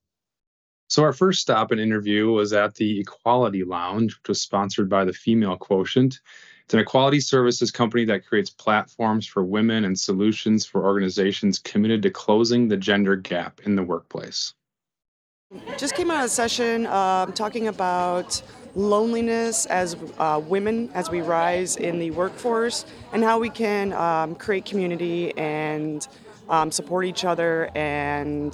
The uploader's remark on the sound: South By Southwest 2023: LIVE Street Interviews. Sunrise Banks team heads to Austin every March.